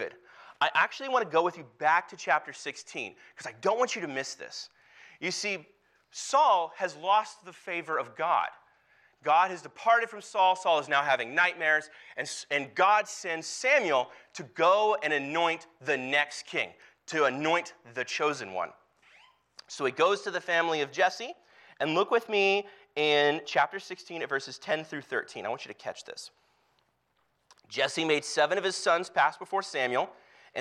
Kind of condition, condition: setting, large echoing room